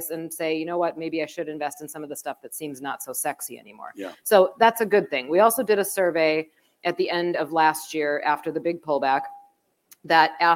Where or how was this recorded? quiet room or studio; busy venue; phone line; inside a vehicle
busy venue